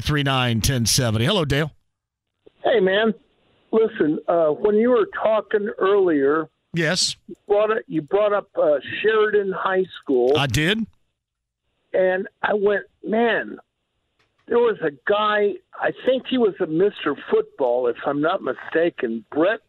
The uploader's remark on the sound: takes some phone calls from listeners of the show